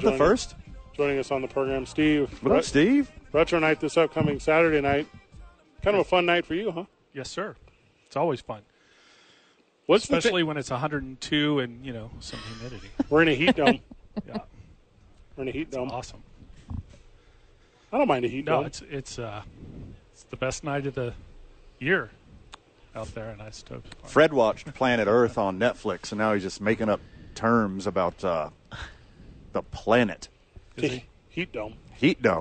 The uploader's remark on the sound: live from The Albuquerque Duke Store